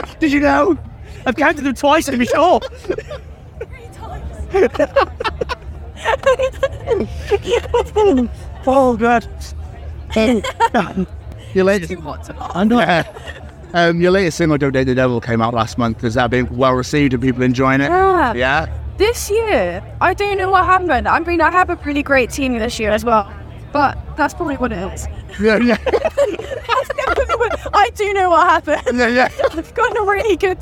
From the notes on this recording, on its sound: From our 'Live from 2000 Trees 2023' series.